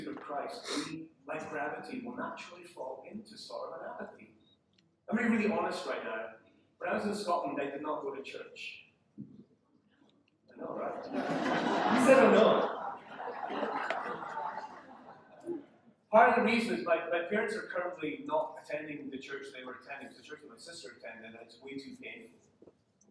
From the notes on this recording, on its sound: Unfortunately, we had some issues with our audio system, so the sound quality isn't what it normally is.